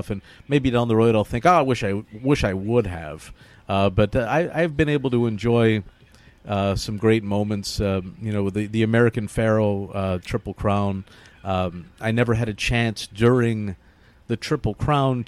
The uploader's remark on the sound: live from Belmont Park